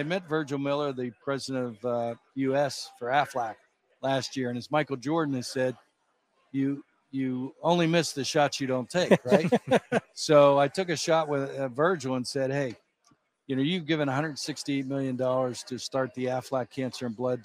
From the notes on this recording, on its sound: live in Charlotte for day one of the 2023 ACC Kickoff